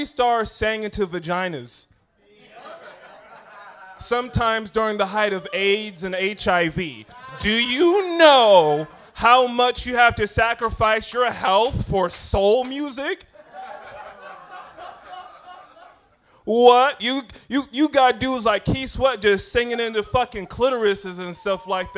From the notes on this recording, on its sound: I went to an open mic